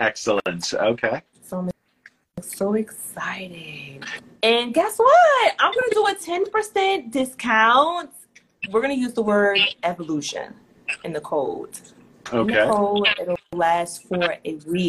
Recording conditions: video call